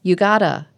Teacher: The beginning of the sentence is unstressed and reduced. They don't sing, "You have got a smile." But what happens naturally is that it becomes, "You gotta." And the stress is on smile.